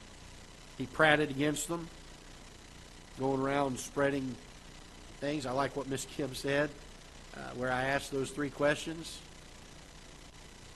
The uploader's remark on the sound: Ketha Heights Baptist Church ~ Live Broadcast